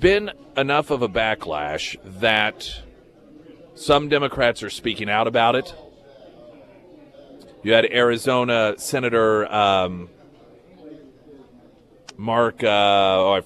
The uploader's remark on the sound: Live at Scramblers Diner.